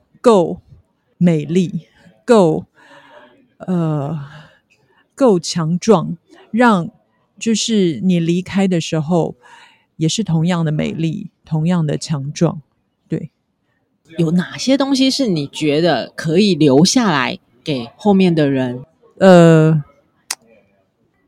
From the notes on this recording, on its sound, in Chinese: 台北市大安區空總臺灣當代文化實驗場。現場搭帳篷邀請觀展民眾入內錄音的空總展場特別節目。